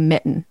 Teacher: I like when people say mitten and they don't put the T in there. · Term: glottal stop